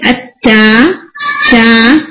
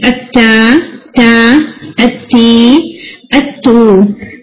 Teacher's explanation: ٹھیک ہے، یہ اردو میں ہم اس کو تا تی ایسے بولتے، اس کو عربک میں ہم بولتے اتا تا. اس میں ہلکا سا جو ایئر کا افیکٹ ہے نا وہ آتا ہے کیونکہ اس کا ہیڈ اسٹرانگ ہے، تو آپ کو ایئر کا افیکٹ محسوس ہوتا ہے مگر بہت اچھا نہیں.